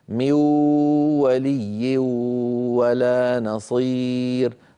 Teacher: أدغم ميو لكنه ما أتى بالغنة